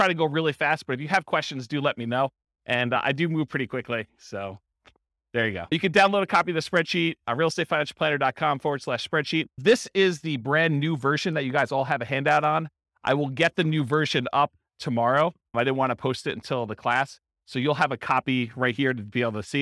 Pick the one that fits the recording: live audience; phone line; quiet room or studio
live audience